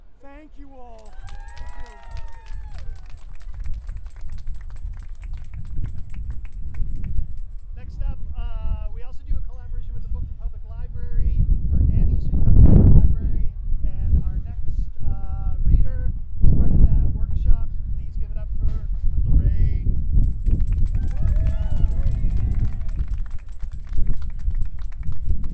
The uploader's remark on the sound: 2017 PEN World Voices Festival: Poetry Reading at Union Square Green Market.